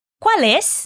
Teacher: a gente junta o L do qual com o E do es